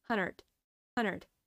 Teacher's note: I often see that a lot of people just completely drop out the D in the middle and they say hundred.